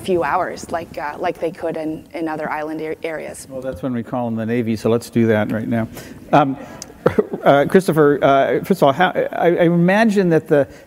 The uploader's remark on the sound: The best of live interviews from GreenBiz events.